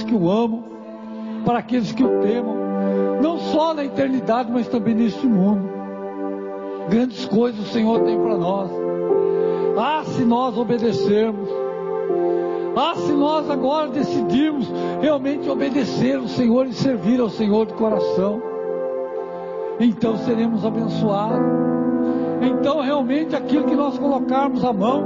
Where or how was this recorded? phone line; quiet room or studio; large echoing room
large echoing room